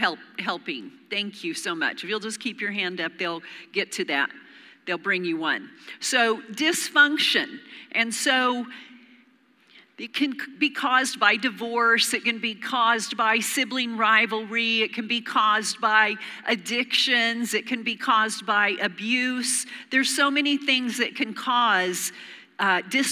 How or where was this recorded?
large echoing room